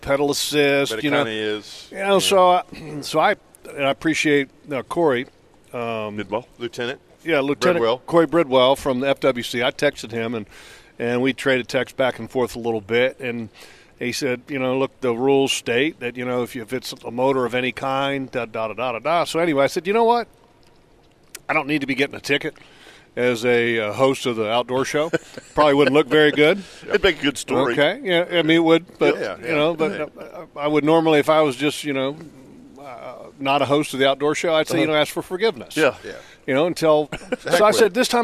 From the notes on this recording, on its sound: LIVE From the Jacksonville Boat Show! The guys were broadcasting live from Boat Central for this episode!